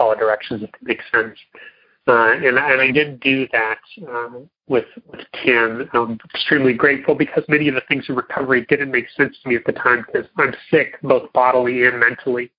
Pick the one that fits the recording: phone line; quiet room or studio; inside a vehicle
phone line